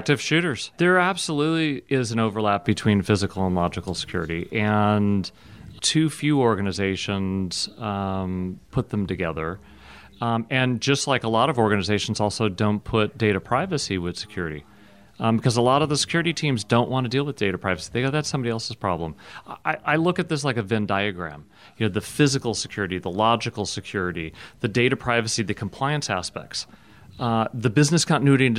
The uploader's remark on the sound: at RSAC 2018 security conference in San Francisco